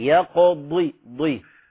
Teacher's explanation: فخم الضاد حتى لا تتحول لدال.